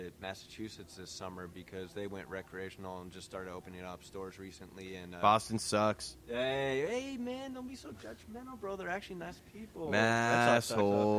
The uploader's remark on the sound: The crew are live at Cannabition Cannabis Museum in lovely Las Vegas Nevada.